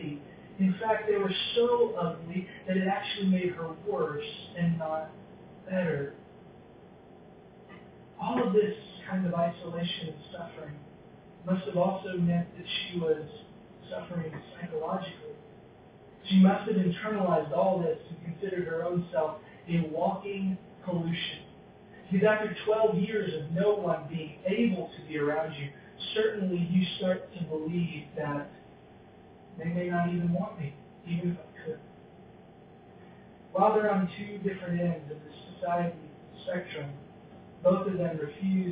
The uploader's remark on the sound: Because the audio quality is not as strong.